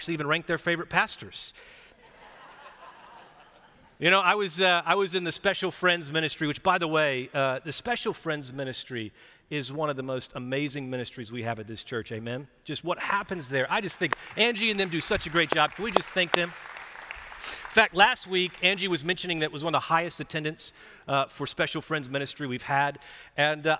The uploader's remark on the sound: Recorded live at Brookwood church on 4.16.2023.